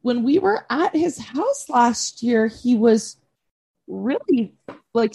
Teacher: she does this weird thing with her voice where she's saying her statement sounds like a question? She puts the correct emphasis on the correct syllable for sure.